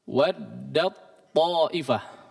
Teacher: Dia masuk secara sempurna langsung menjadi huruf ta. Ta-nya. Tidak dibaca waddat ta'ifah. · Term: idgham kamil